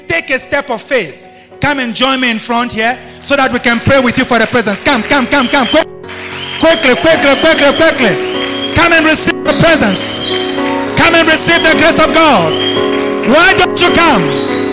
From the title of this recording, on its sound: LIVE AT ABC KHALANYONI